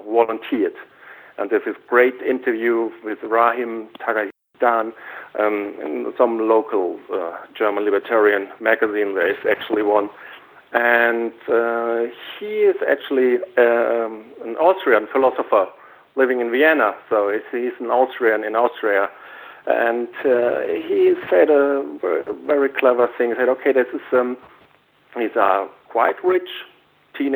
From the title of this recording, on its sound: Call In Show